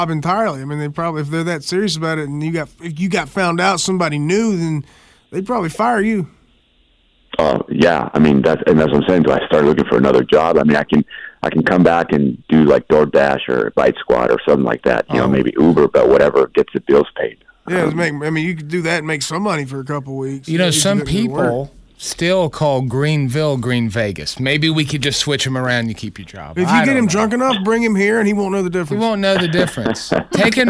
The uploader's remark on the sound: OPEN PHONES